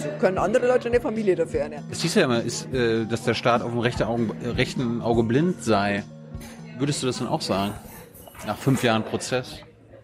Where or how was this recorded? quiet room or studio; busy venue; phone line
busy venue